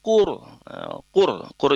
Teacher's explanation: ro sukun diawali huruf berharokat dhamma, kaf di situ, maka ro-nya lafaznya bunyinya ditebalkan ya